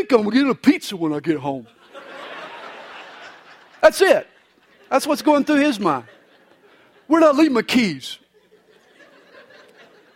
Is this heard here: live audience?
yes